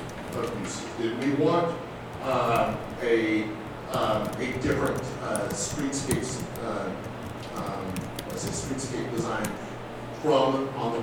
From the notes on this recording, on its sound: Live recording of Astoria Planning Commission Meeting, August 6, 2019